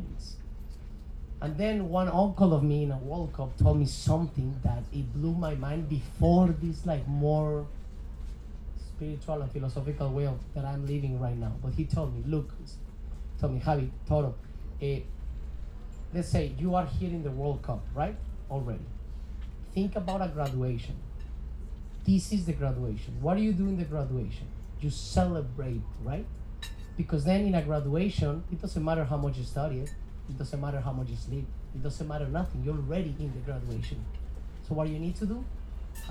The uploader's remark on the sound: Today’s episode is from a VIP dinner I hosted in July 2023 with a panel of experts